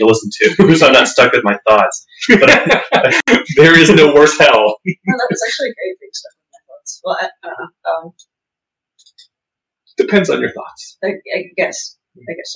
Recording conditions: poor sound quality